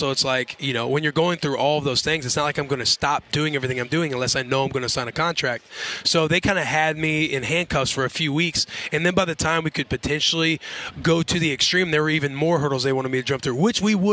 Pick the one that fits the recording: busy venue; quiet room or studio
busy venue